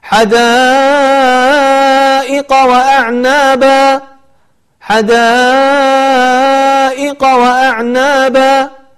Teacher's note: المد المتصل الذي هو بمقدار أربع حركات، فمد فقصر في المد، والصحيح أنك تمدها مدا فوق الطبيعي، فتقول حدائق وأعناب، حدائق وأعناب.